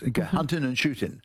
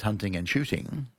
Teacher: the very upper class of Britain used to leave out the ng at the end of words · Shown in: first take